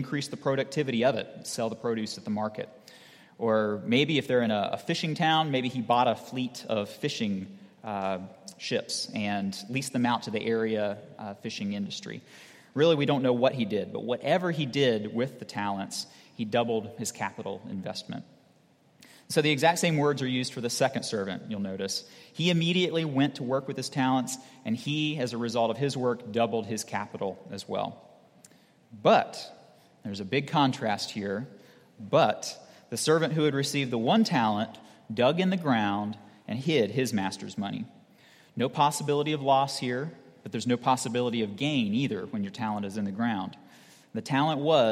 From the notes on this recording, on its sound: at Redeemer Presbyterian Church in Charleston, SC